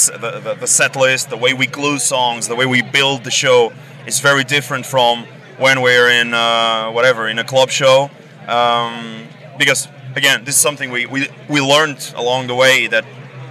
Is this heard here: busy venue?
yes